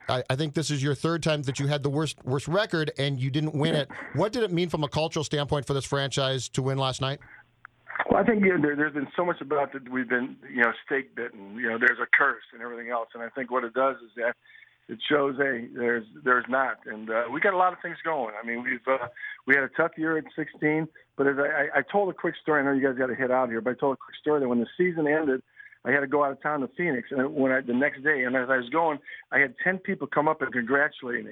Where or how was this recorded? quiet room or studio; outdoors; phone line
phone line